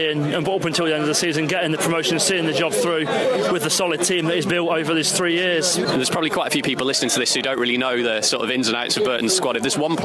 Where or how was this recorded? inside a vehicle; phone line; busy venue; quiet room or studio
busy venue